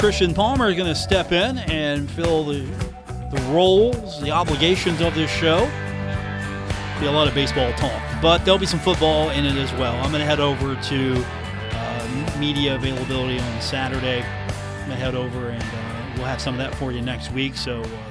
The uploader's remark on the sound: At the Marshall Pre-Camp Press Conference.